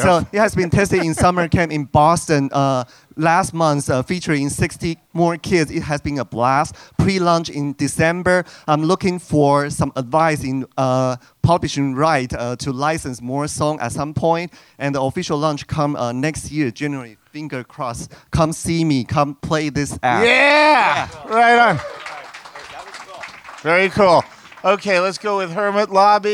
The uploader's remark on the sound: SF MusicTech Summit. All members of the audience were welcome to come on stage and give an up to one minute pitch about their product, project or organization.